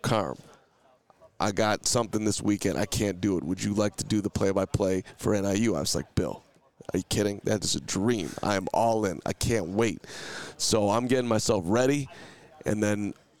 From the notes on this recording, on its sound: Live at the NFL Combine! Returns to Indianapolis on Day 3.